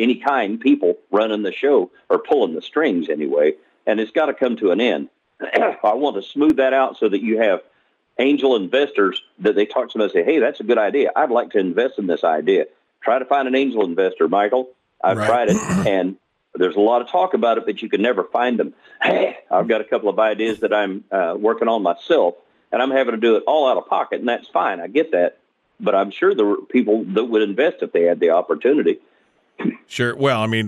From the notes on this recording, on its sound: We'll also open up the phones in hour one for random discussions.